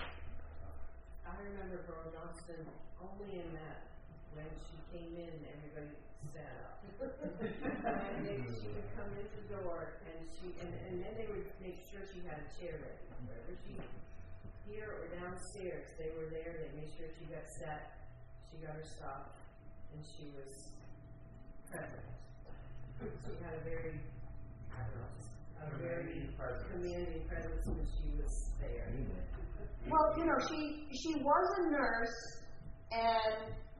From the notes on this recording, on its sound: Recording of the church service of the Enfield United Methodist Church November 6, 2022